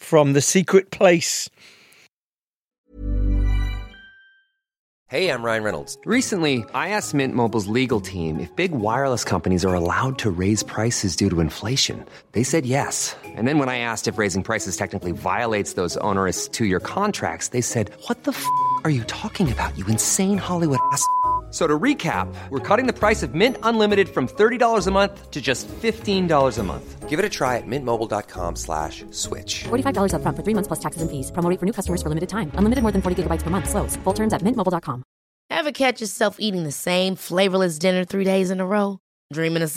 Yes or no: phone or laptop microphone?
no